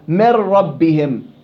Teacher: النون في من ربهم بخليها راء وبعدين بضغم الراء في الراء بصير عندي راء مشددة